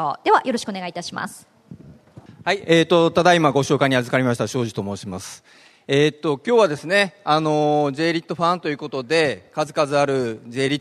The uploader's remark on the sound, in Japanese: ２月２０日に東京証券取引所で開催した「J-REITファン2016」に登壇した